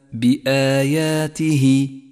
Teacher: لاحظ هذه الألف الخنجرية في كلمة بآياته، فالواجب هنا أن تمدها حركتين، ولذلك لونت باللون الكموني إشارة إلى المد الطبيعي الذي يمد حركتين.